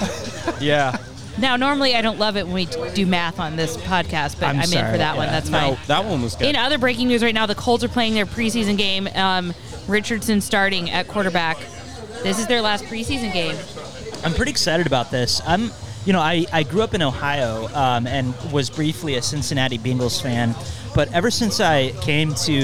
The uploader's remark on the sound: Music at Mike’s. Live from Mike's in Haughville.